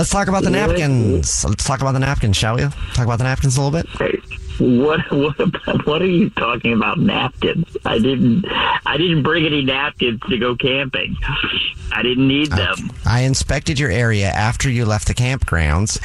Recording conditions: phone line